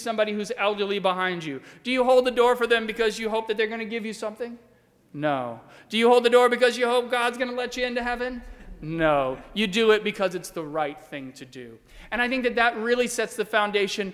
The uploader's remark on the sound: during the 10:30 AM Ash Wednesday service on Wednesday March 1, 2020, at First Presbyterian Church of Arlington Heights, Illinois.